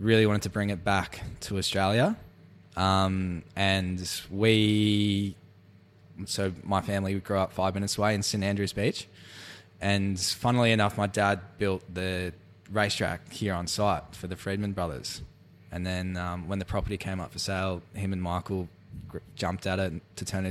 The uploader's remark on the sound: The episode was recorded at on site at the brewery in Fingal, Victoria.